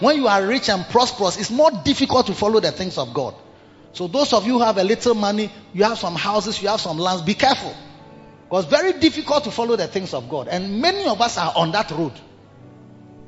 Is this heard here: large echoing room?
yes